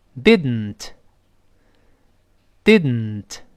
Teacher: 爆破在口腔，对吧？但是现在呢，我把舌尖顶上去，顶到要发的那个位置，噔噔噔那个位置，但舌尖就粘在上牙膛上不动了，舌尖不分开了，就舌尖不爆破了，然后从鼻子出气儿 · Term: 鼻腔爆破